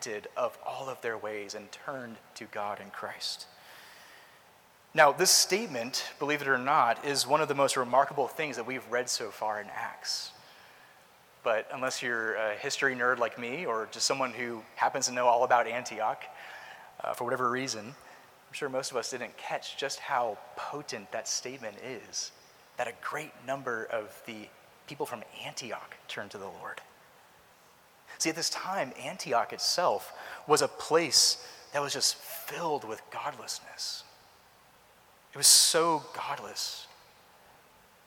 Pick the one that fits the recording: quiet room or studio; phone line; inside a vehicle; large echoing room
large echoing room